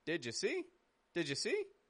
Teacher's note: my voice goes strong for did, down for ja, up for see